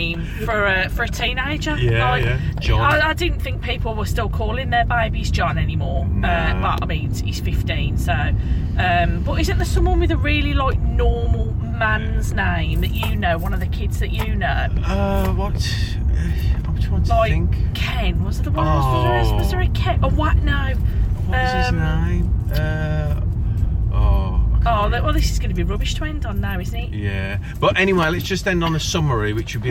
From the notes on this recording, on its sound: Recorded on the car journey home from work